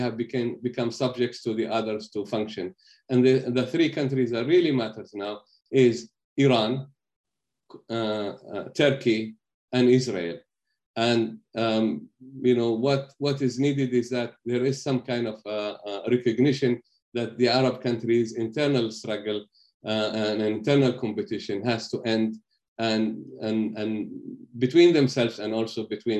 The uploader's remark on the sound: This public talk was conducted online via Zoom